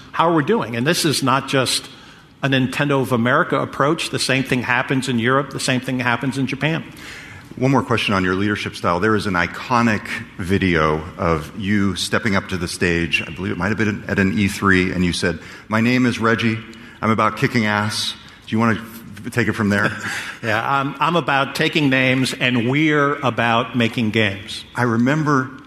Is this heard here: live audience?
yes